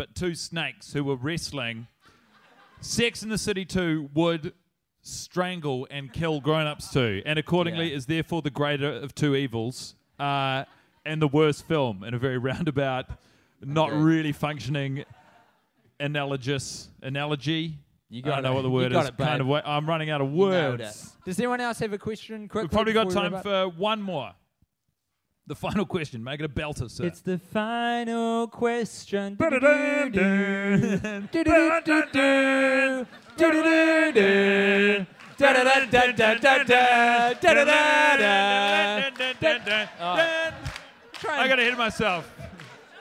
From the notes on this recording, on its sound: Live from The Bell House in New York City. In front of a live crowd.